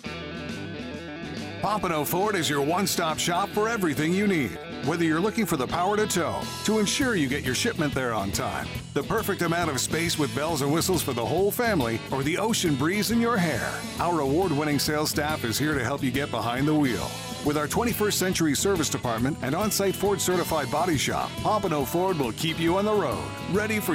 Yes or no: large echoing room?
no